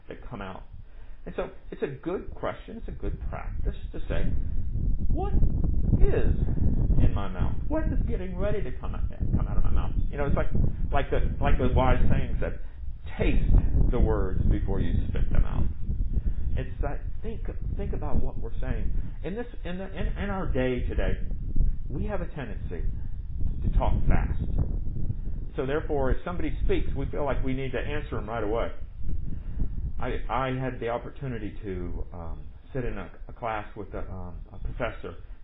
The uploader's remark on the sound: Recorded at MPPC on Sunday, August 16, 2020, under the pavilion.